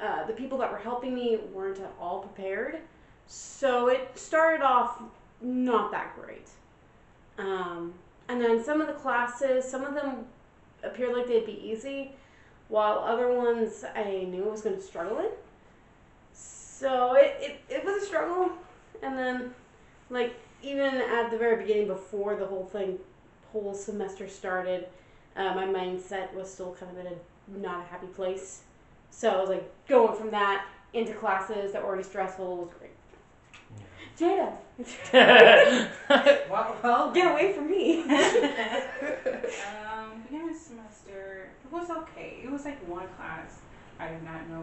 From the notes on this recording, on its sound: Recording of the original potato quality podcast